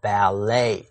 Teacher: B-A-L-L-E-T, 这个字的发音很特别，读作 ballet，它的重音在第二音节，而且结尾的 T 也不发音。它是外来词，从法文来的，所以它的发音很特殊。还有其他几个例子， B-U-F-F-E-T 读作 buffet， buffet 是自助餐， F-I-L-L-E-T 读作 fillet， fillet 是西餐的鱼片， B-O-U-Q-U-E-T 读作 bouquet， bouquet 是一束花。还有 V-A-L-E-T， valet 是代客停车的服务生。所有的这些字原本都是法文，因此 ET 都读作 A 的音。